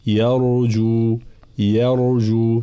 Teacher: الراء إذا كانت ساكنة نرجع إلى حركة الحرف الذي قبلها، هنا راء ساكنة مسبوقة بفتح، إذن نفخمها · Term: مفخمة